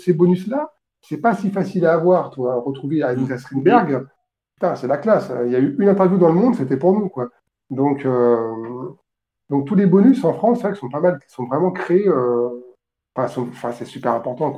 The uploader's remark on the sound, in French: Répondre aux questions de nos auditeurs qui sont venus en direct sur notre Discord.